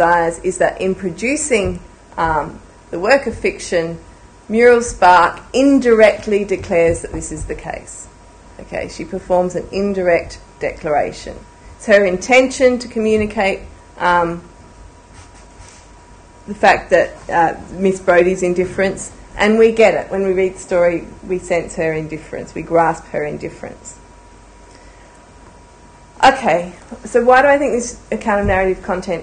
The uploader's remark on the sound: A public lecture held on 26 January 2011.